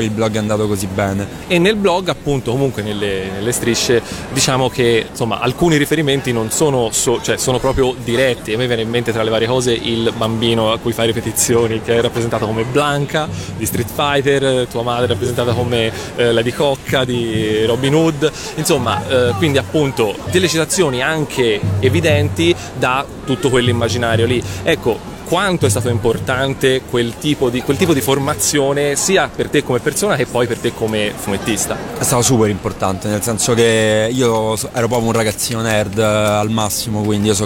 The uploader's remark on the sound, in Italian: Da Lucca Comics & Games 2012 la nostra intervista all’artista più deisderato della manifestazione